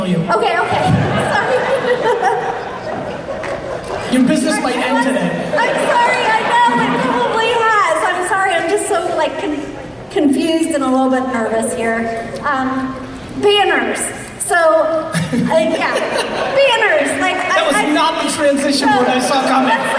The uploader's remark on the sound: SkySprout Keynote. Keynote from a talk I did in Columbus, Ohio on July 16th. Thank you SkySprout for hosting such a great event, a lot of great Q&A about 30 minutes in.